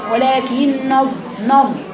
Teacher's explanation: بعض الناس تقرأها كده يا بنات تقرأها ولكن نظ كأن النون مفخمة